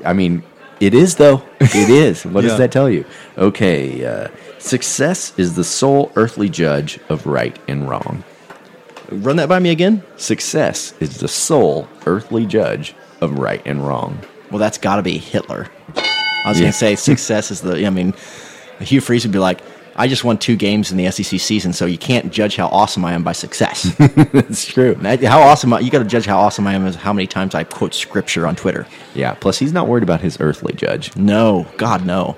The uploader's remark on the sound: Live from Hoover, Alabama, the Mizzodcast gang crashes SEC Media Days